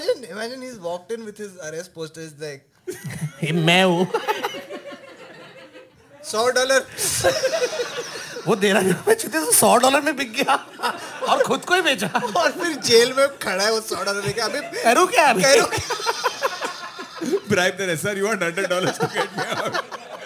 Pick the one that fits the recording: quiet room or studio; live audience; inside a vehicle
live audience